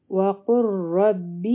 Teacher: اول دی وقل، د واو د پاره به شونډي ګول کړو، فتحه بادا کړو، بیا به قاف او لام یو ځای و قل و، لیکن مخکې چونکې را راغله د شد سره، نو دلته کې به ادغام کیږي او لام به نه ویلی کیږي، بلکې د قاف سره به ډایرکټ را میلاویږي او د را سره به با یو ځای شي.